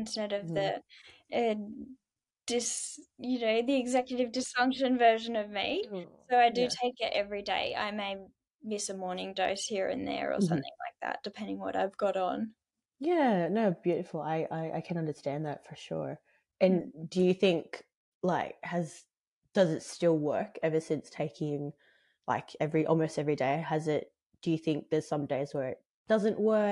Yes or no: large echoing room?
no